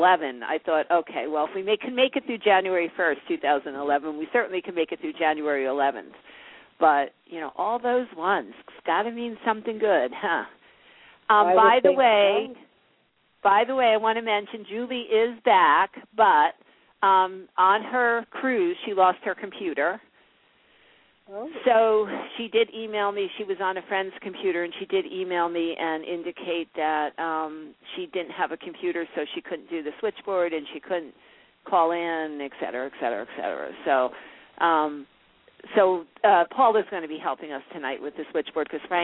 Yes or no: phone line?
yes